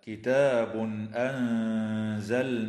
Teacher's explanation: التنوين في قوله تعالى: كتاب أنزلناه، حكمه الإظهار الحلقي عند الهمزة